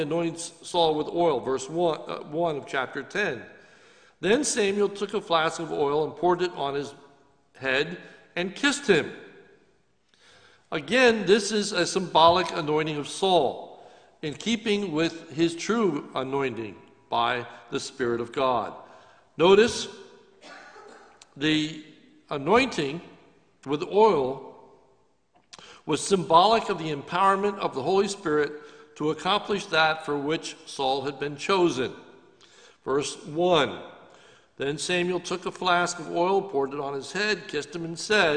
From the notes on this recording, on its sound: This is a sermon recorded live at Lebanon Bible Fellowship Church in Lebanon, PA on 8-16-2020 during the morning service